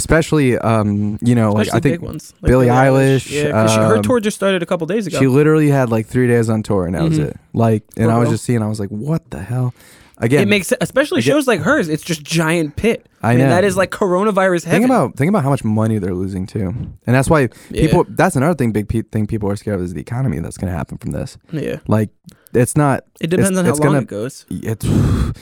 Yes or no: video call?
no